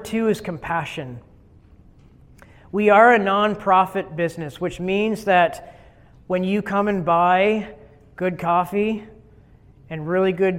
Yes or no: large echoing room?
yes